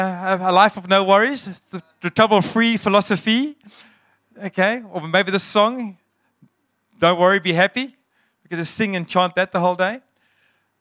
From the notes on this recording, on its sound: Sunday Sermon. At Joshua Generation Church Mossel Bay PM congregation.